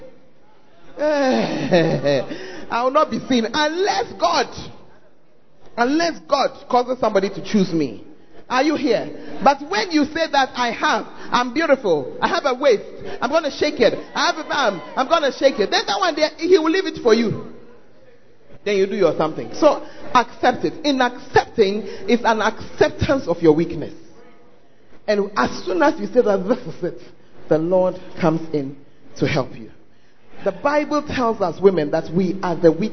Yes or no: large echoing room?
yes